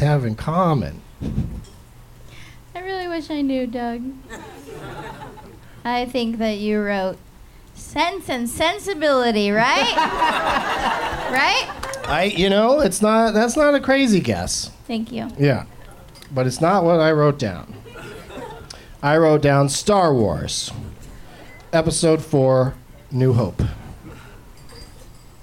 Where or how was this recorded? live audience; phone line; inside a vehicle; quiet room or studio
live audience